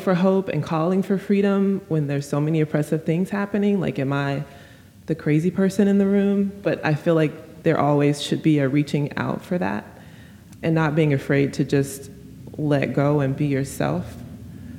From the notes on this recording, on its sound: Before a live audience at moniquemeloche gallery in Chicago.